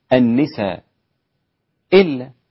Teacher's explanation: أسقط الهمزة الأولى، في إسقاط يعني لغاها تماما، أسقط الهمزة الأولى أصبحت النساء إلا مع مد وقصر أيضا. · Term: إسقاط الهمزة